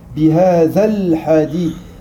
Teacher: Lorsqu'on l'a au milieu d'un verset, lui, il est muet, d'accord. Le alif, il est muet, mais il va aussi annuler la prolongation qu'il y a avant. · Term: Hamza tout wasal